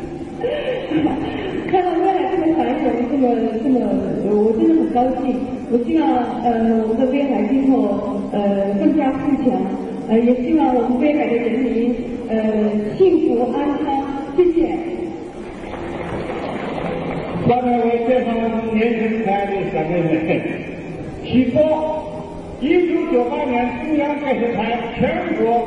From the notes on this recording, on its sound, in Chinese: 现场演出早期录音。